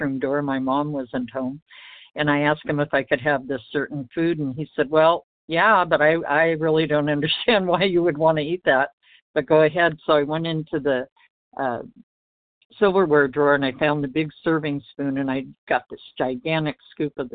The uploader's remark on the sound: 100 Pounders Phone Meeting